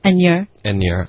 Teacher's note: near 的这个音啊，要加儿化音